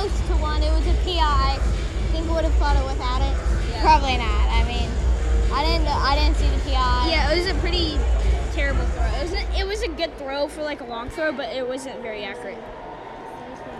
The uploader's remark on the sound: Live from Arrowhead!! Report live from Arrowhead on the final preseason game!